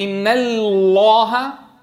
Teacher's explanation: أبدأ بلام مرققة ثم مفخمة